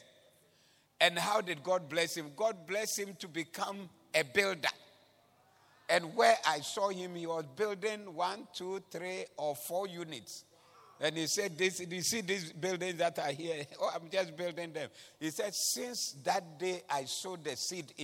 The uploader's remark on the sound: Preached at the Doxa Service